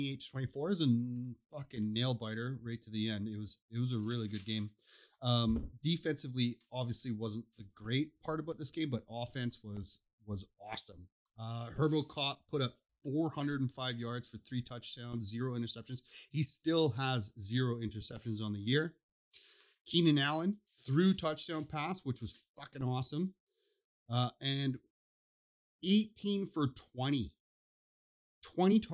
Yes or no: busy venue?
no